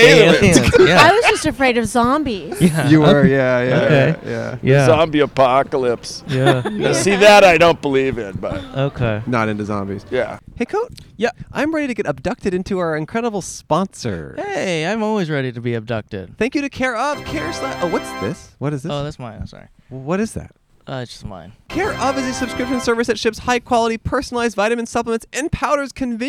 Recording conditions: busy venue